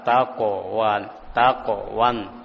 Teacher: Pada huruf qaf dan ta itu adalah huruf-huruf yang tebal sehingga bacaan qalqalahnya itu cenderung ke arah fathah. ke arah taqo, ke arah fathah taqo wan, taqo wan, untuk qaf dan ta.